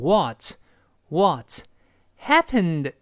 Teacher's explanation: 英式发音读成 what，美音中呢嫌撅嘴费劲，口型略大